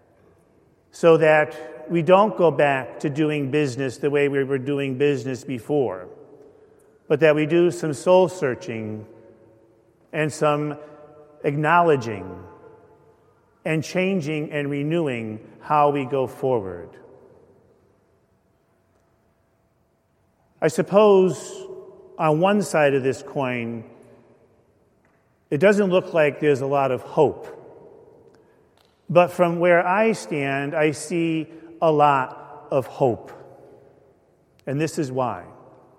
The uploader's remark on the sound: Homily delivered at a Mass of Healing for Victims of Abuse, celebrated at St. Paul Church in Glastonbury, CT.